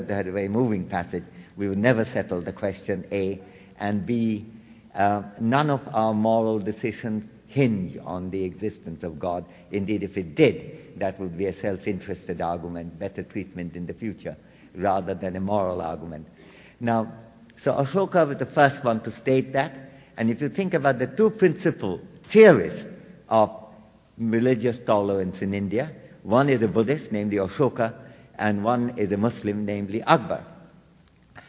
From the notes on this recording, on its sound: World Voices caps a rich day of programming at LIVE from the New York Public Library.